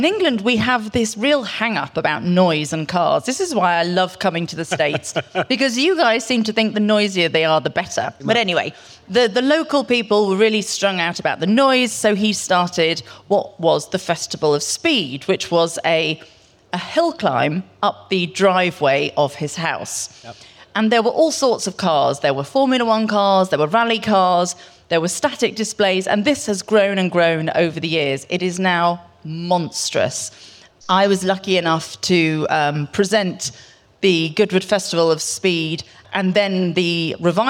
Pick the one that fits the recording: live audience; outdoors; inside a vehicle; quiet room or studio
live audience